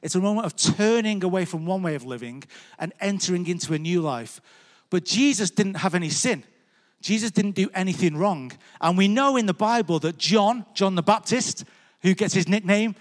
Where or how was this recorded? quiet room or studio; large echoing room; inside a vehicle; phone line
large echoing room